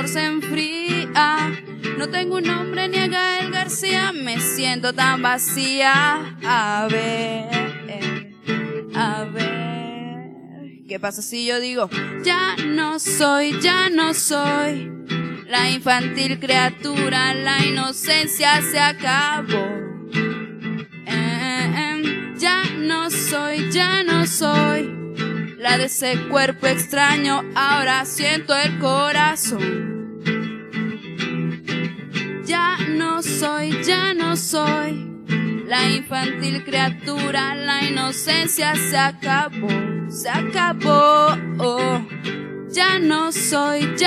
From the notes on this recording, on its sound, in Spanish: hice un trabajo de edición de audio y doblaje a partir del audio de los videos grabados con 2 cámaras distintas